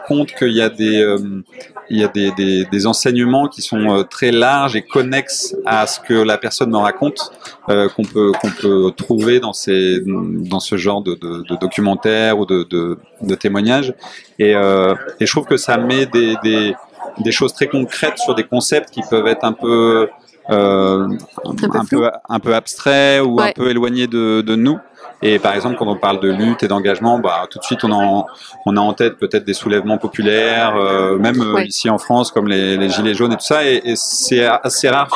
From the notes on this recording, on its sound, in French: En Festival : Les Reflets du Monde en Lutte - Quai des Bulles 2022. Avant dernier épisode enregistré à Quai des Bulles.